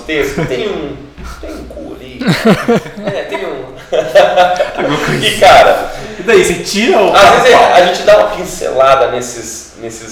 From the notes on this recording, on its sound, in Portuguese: Tivemos um problema com o áudio deste episódio